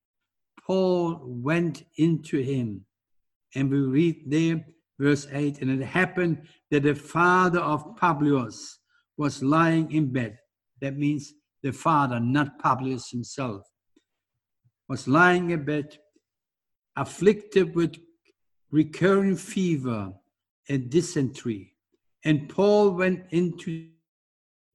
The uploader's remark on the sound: Audio sermon streamed live from The King's Way Christian Fellowship Home Service, Melbourne, Australia.